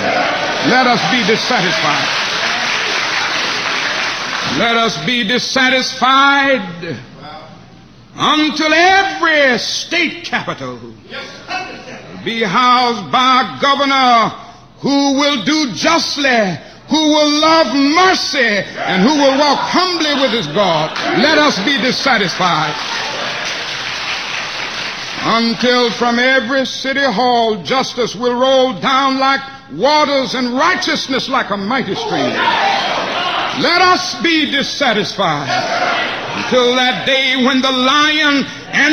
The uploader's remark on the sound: delivered at the 11th Annual SCLC Convention, in Atlanta, Georgia, August 16, 1967.